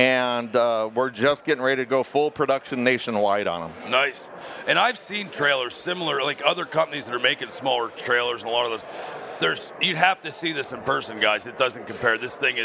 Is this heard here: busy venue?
yes